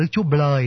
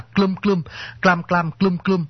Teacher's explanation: Tiếng Việt Nam hiện đại chúng ta không còn âm kép ở đầu, nhưng mà thời cổ chúng ta biết, nhưng mà đều biết là cái chữ Đức Chúa Trời, ngày xưa gọi Đức Chúa Blời đó, đó là chúng ta ngày xưa có những cái âm kép ở đầu